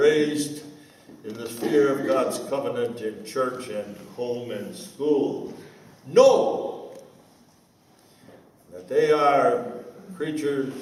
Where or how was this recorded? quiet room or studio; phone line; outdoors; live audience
live audience